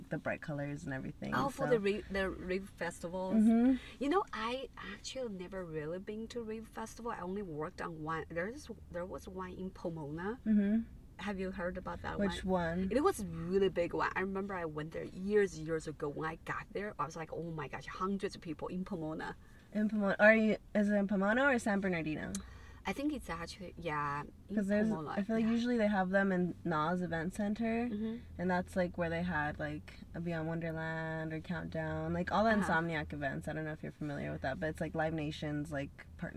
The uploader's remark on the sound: In The Car